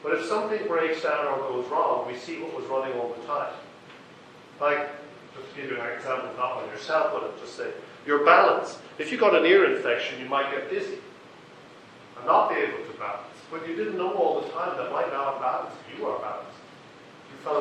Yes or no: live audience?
yes